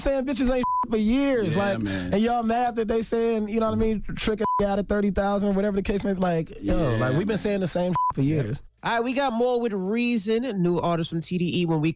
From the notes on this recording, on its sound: we opened up the phone lines